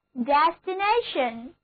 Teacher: 重音放在第三个音节上